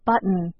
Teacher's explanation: When we pronounce this word, we sometimes swallow the T's and pronounce it button